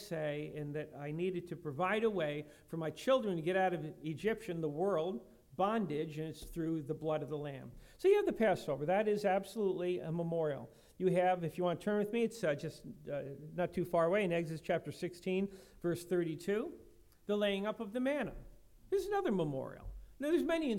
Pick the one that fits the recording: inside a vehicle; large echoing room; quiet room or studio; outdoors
large echoing room